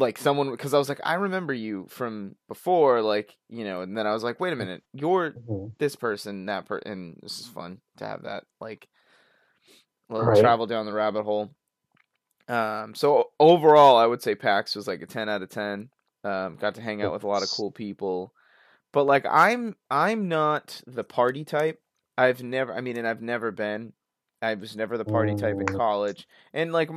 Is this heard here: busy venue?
no